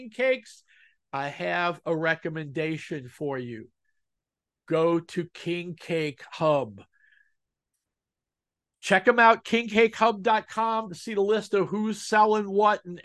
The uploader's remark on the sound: I record the pod using Zoom. It’s wonderful, because Zoom generates audio and video.